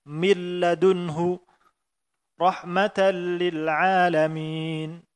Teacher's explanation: Hilang sama sekali lafaz nunnya dan juga sifatnya bersamaan secara sempurna. Nunnya hilang sama sekali, tidak lagi ada tersisa bahkan sifatnya. · Term: idgham yang kamil